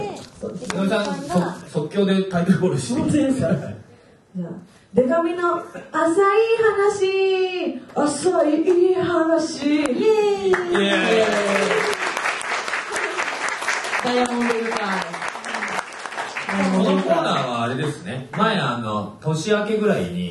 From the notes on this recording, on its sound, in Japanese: 今週は100回突破記念公開収録の模様をお届け！